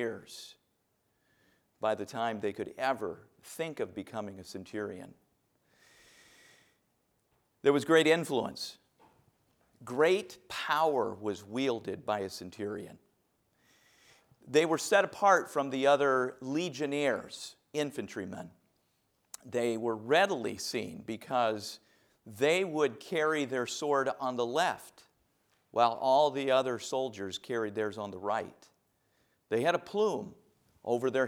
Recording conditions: large echoing room